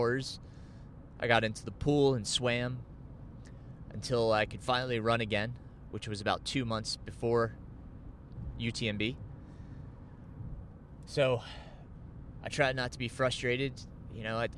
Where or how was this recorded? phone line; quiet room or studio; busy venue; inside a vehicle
inside a vehicle